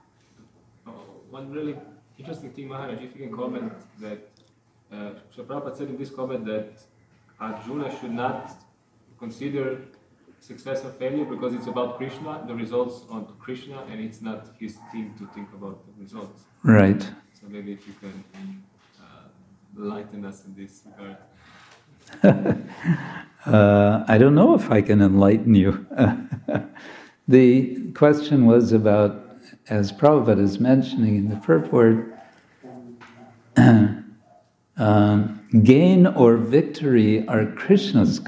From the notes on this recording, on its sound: Friday evening lecture from ISKCON Zagreb